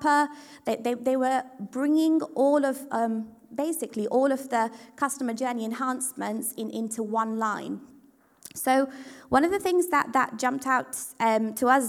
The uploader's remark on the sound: the recording of Part 2 of our 29th January event from The Steelyard